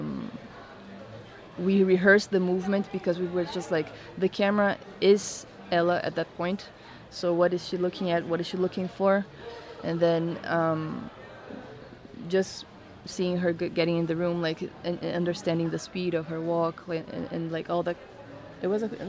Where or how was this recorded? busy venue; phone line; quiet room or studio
busy venue